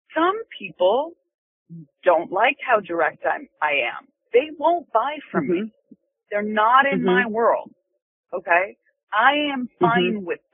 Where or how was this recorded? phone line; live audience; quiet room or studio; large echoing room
phone line